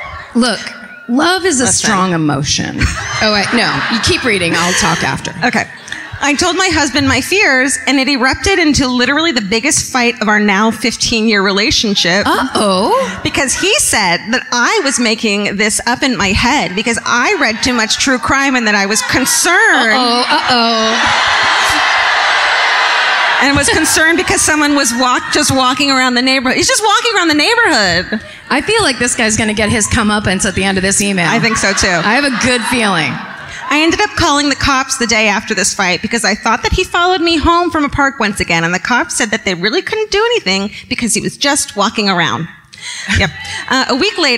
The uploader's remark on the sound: Live at My Favorite Weekend in Santa Barbara. Recorded live at the Arlington Theatre.